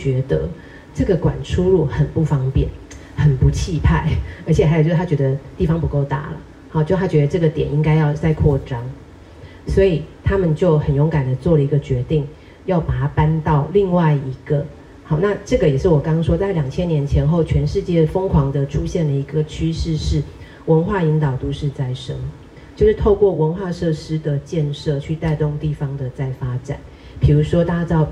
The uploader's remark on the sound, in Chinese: 本集節目為《臺北．城市．博物館》新書座談活動側記音檔。活動現場錄音，聲音無法與錄音室匹敵，敬請見諒。臺北．城市．博物館》新書講座。